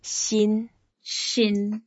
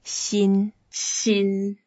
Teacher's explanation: it's the first tone. You can make your teeth upper and lower together and make it flat.